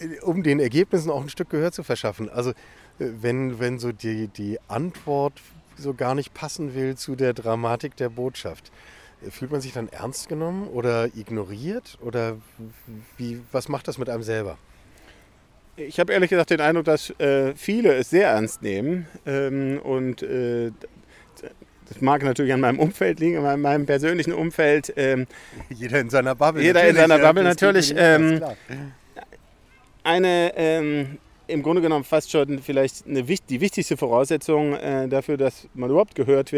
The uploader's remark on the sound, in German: Eine Zusatzfolge live vom Klimastreik. Wenn 15.000 Menschen allein in Leipzig auf die Straße gehen, um ihr Recht auf eine lebenswerte Zukunft einzufordern, mischen wir uns mitten drunter und sprechen mit Menschen.